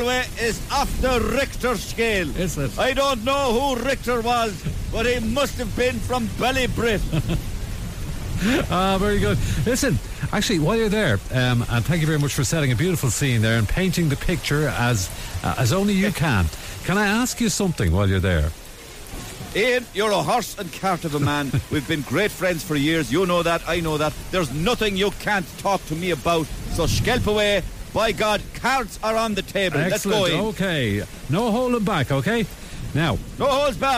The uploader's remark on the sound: Handicap Hurdle at the wet and windy Galway Races.